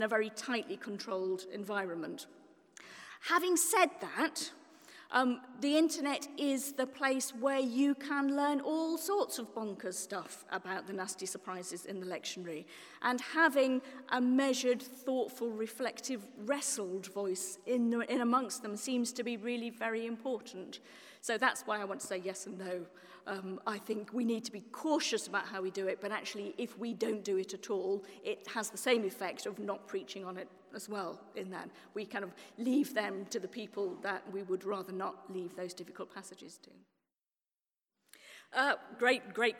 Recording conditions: live audience